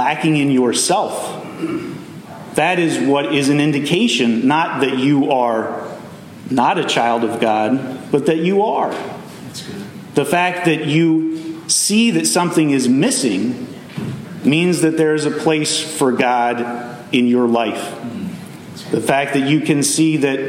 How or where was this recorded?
large echoing room